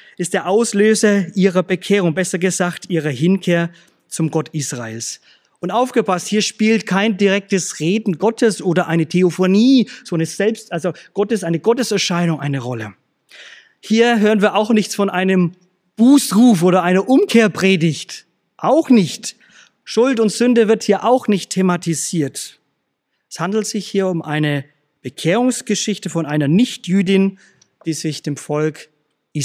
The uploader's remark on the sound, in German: aus dem Schwarzbrot-Gottesdienst der Missionsberg-Gemeinde (LM) vom 27.